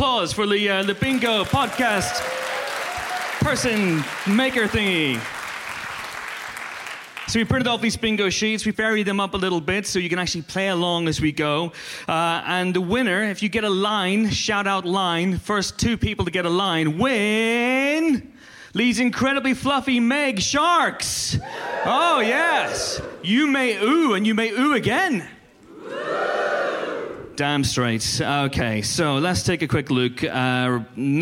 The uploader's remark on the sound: Recorded live at Kings Place, London, as part of the London Podcast Festival. Play Empire Podcast Bingo with the audience.